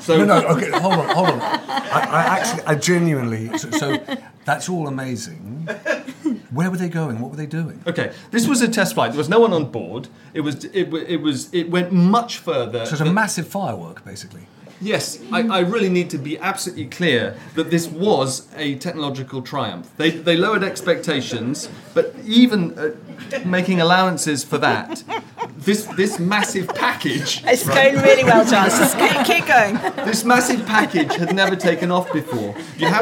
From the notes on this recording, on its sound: Special episode recorded in front of an audience in the Tortoise newsroom.